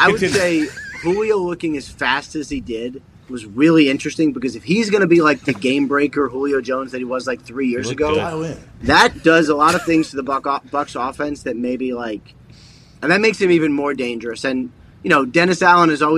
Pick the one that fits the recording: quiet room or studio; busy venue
busy venue